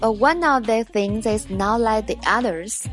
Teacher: But one 和 of 要连读成 oneof